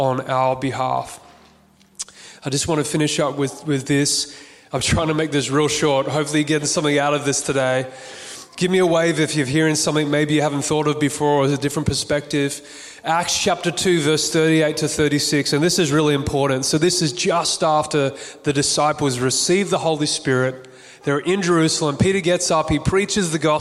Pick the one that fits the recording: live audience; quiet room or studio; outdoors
live audience